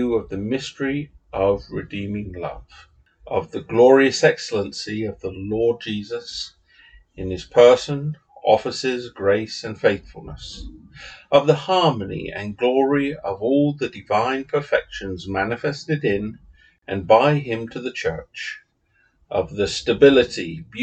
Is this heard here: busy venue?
no